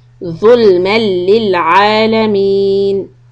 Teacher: Meem when connect with lam idgham without any gunna